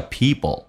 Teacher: Happy people, p 跟 l 在一起，在快速的时候趋向于发 b 跟 l